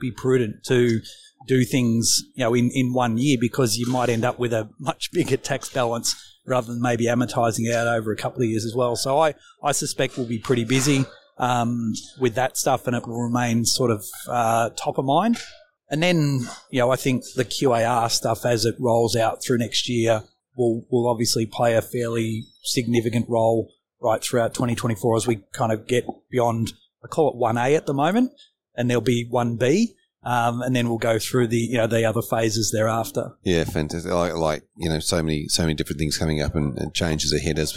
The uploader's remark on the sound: live from the FAAA Congress 2023